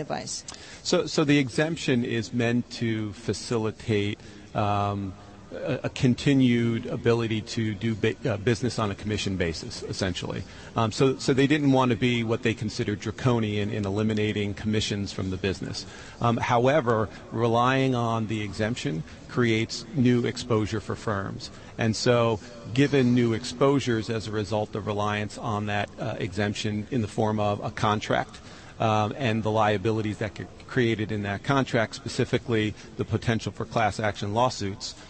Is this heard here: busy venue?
yes